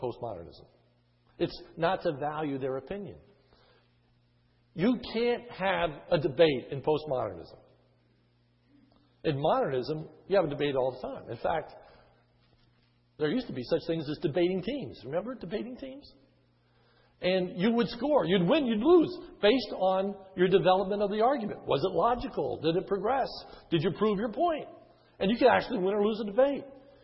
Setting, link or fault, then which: setting, large echoing room